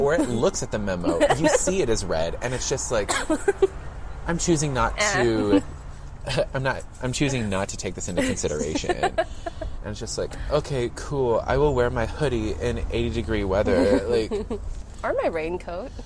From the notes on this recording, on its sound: Recorded at Campesino Coffeehouse, Houston.